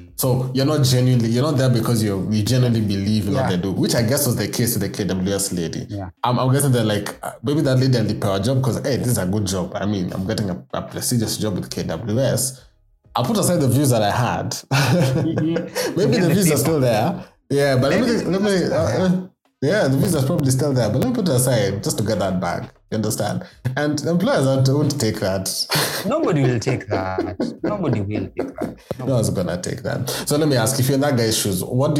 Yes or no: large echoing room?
no